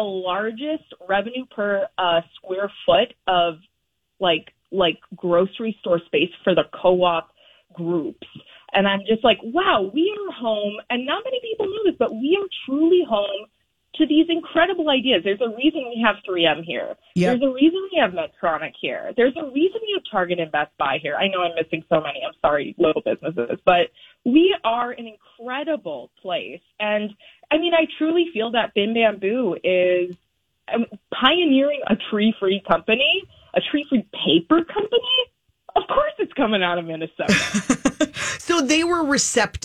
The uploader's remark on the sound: MyTalkers call